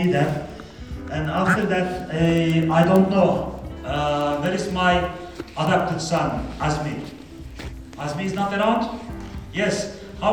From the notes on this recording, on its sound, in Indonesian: gw mengikuti sebuah siposium yg ada di istanbul, dan materi dari para pembicara pun gw rekam